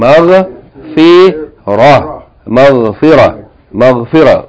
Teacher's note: if we stop on this word we pronounce it مَغْفِرَة يعني the ta marbuta is pronounced like ha with no voweling